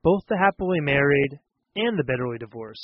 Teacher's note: So we have two things, happily married people and bitterly divorced people. So when we use the word both, that word tends to be stronger.